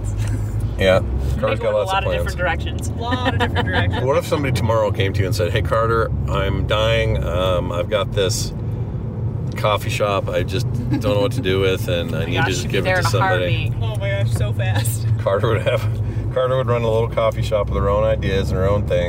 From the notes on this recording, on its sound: Hop in the car and take Ripley to the dog park for a run. It’s a little chaotic to say the least.